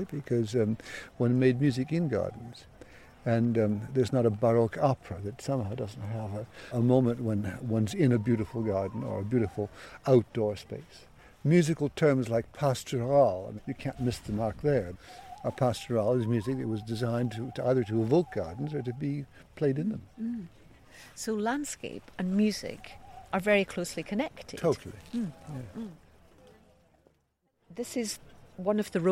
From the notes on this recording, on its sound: The Gardens at Glyndebourne. As the audience begins to arrive for the evening performance.